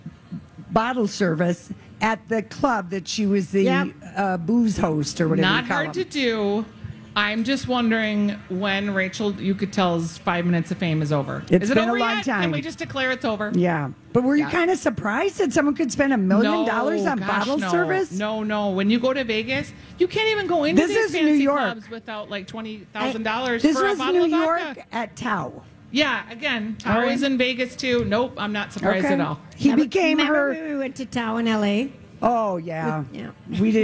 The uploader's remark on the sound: Day 1 at the MN State Fair.